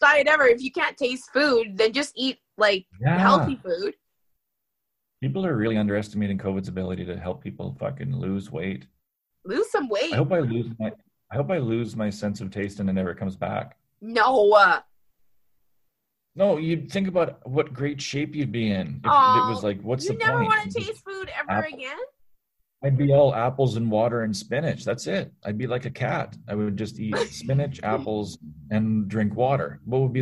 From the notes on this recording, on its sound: Thing have been a little bumpy over here in Alberta but we are BACK thanks to Zoom!